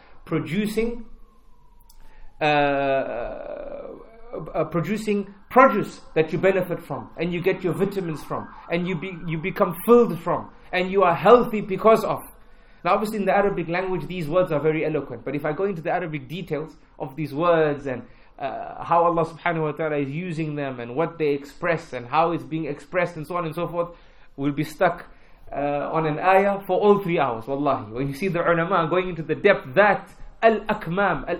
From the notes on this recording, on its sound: at Masjid Humayra, in East London During the Keys to Success Lecture tour, December 2018